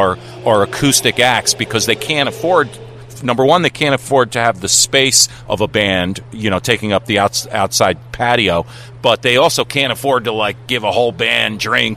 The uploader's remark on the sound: Live remote in front of the stage of The Milford DRIVE IN CONCERT SERIES. Right before the very first show of the season.